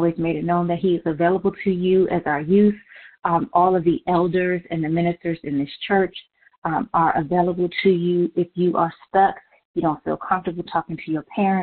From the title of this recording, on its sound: Conference Call